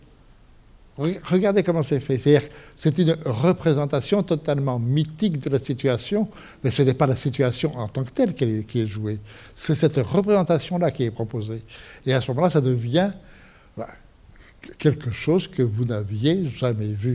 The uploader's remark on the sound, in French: suite à la projection du film le 30 octobre 2013 au Centre des arts d'Enghien-les-Bains.